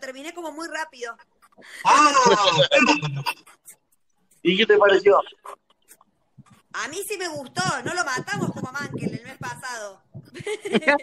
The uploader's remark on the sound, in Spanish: La hicimos usando #jitsi. Juntada Virtual.